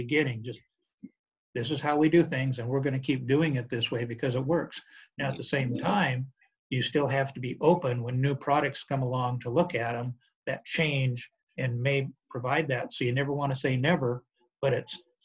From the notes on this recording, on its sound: This is the zoom interview. From Dallas, TX.